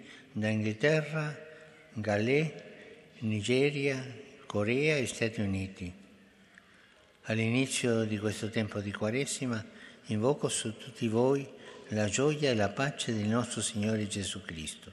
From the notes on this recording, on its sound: FROM THE PAULVI HALL